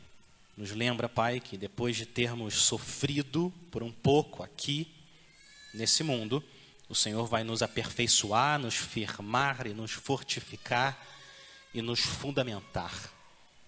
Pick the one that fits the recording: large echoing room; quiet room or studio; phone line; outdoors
large echoing room